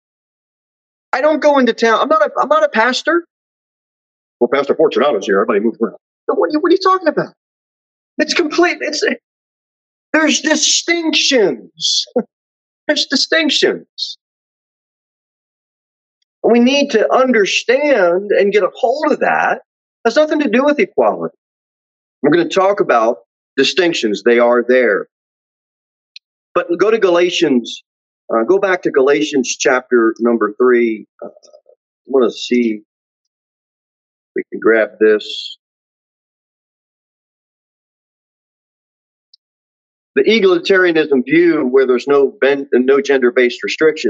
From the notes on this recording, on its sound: Sermon delivered at Pilgrim Baptist Church on Thursday, December 2, 2021, at 6:15 pm. Jere Whitson Rd.